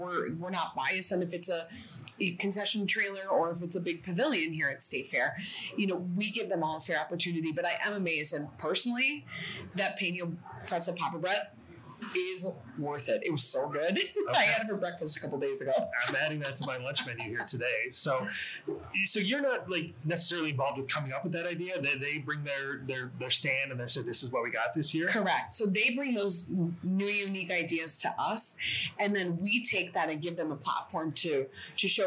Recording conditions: background noise